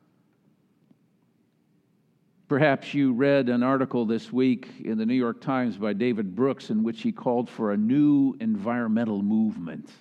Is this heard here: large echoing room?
yes